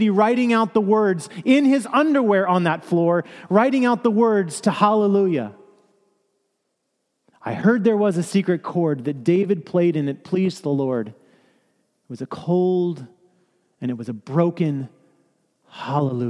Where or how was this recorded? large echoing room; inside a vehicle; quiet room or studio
large echoing room